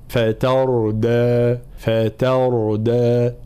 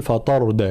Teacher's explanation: جميع الحروف مرققة ما عدا حرف الراء، ساكن مسبوق بفتح · Shown in: first take